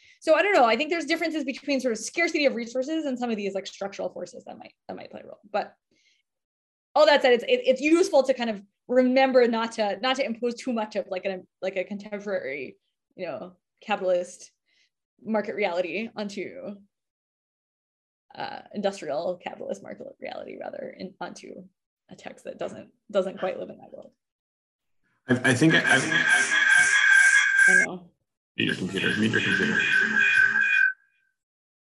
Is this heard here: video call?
yes